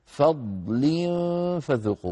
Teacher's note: الضاد هنا ضاد ساكنة لا بد فيها من الرخاوة والاستطالة والتفخيم والإطباق